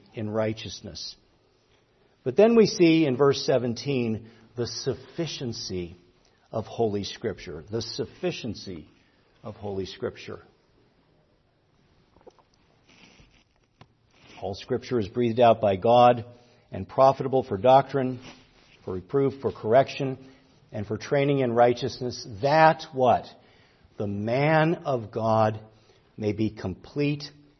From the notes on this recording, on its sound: preached at Grace Orthodox Presbyterian Church in Sewickley, PA, during the morning Worship Service on Sunday, October 22, 2023.